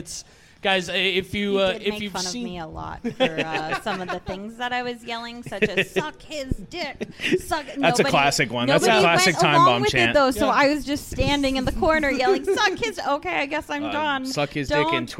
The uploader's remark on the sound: Live at Timebomb Pro Wrestling